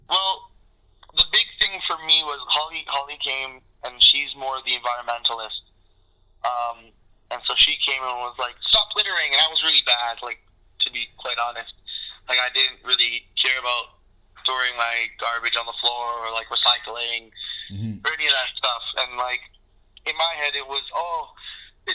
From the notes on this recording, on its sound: Recorded over the phone